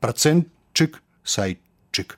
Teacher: а па праўдзе гук «т» павінен зліцца з наступным «ш» у гук «ч». Але ж далей ідзе яшчэ адзін гук «ч», то як «працэнтчык», «сайтчык».